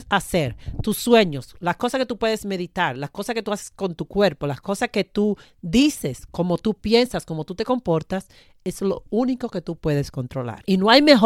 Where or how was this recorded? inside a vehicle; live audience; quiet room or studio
quiet room or studio